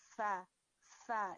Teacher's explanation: اوپر والے تیت کو نیچے والے لپ کے اوپر رکھ کے تھوڑا ساؤنڈ کو رن کرائیں، ہمز کی اور رننگ آف ساؤنڈ آڈیبل ہوگی، پھر آپ آگے چلیں گے.